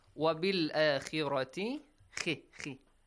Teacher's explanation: The letter خَ is pronounced lightly here, okay? Because it has a kasra sound.